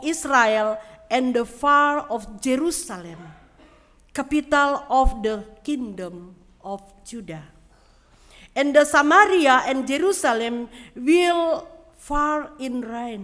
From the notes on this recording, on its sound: Sermon preached at RCHP on December 25, 2022.